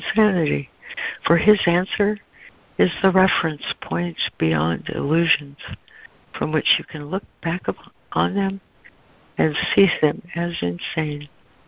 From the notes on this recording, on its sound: ACIM Daily Conference Call